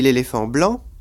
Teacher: l'accent tonique porte sur la dernière syllabe, toujours de ce groupe de mots et non pas du mot séparé · Term: la désaccentuation